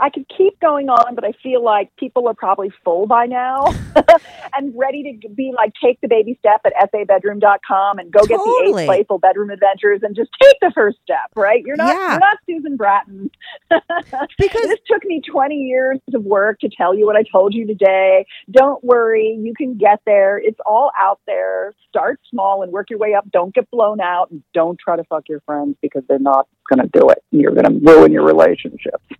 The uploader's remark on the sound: she called in to talk all about it